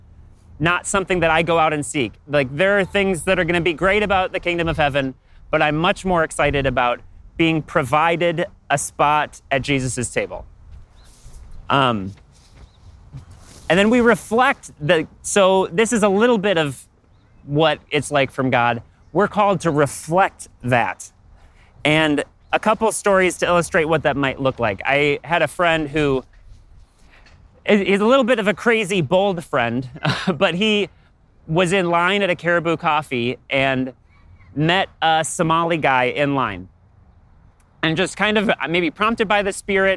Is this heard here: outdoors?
yes